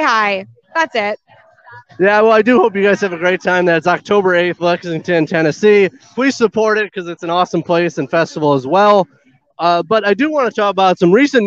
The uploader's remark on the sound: This interview was filmed live on location at Michigan Metal Fest in Battle Creek, Michigan on August 13th, 2022.